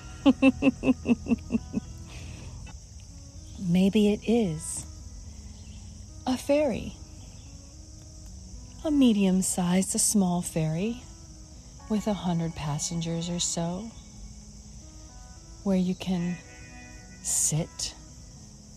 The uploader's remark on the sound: Walk and Talk